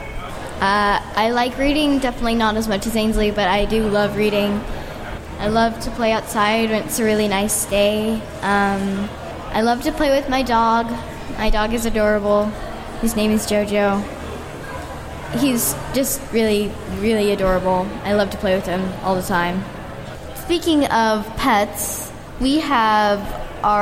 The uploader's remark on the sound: We take the stage and record live at Indy PopCon 2018. You’ll notice we were a bit scared (and fast talking) at first.